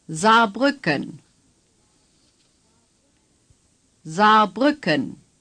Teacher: Two A's are pronounced as one long A.